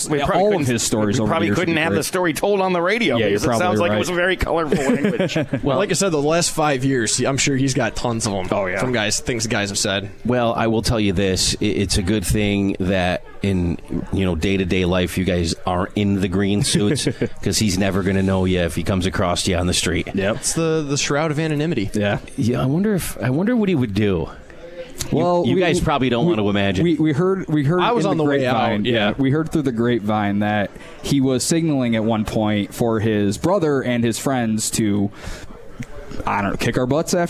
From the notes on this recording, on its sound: Live from Swifty’s.